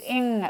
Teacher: You don't say inga. It's ing, which is what we call a velar nasal